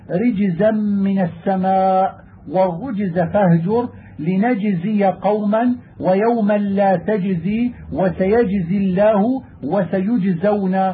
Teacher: فإذا سكنت الجيم وبعدها زاي وجب أن يتحفظ بإظهار الجيم